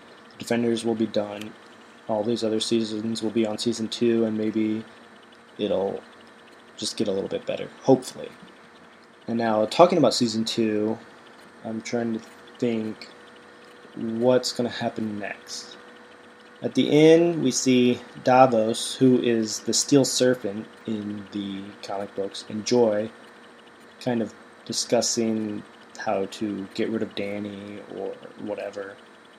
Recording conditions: sounds in the background